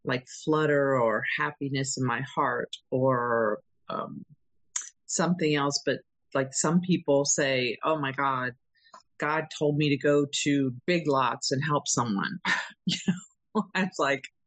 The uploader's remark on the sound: At the Addition By Subtraction meeting held on zoom.